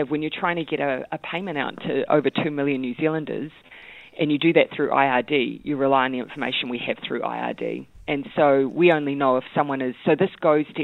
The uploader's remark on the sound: We are joined on the phone by the Prime Minister.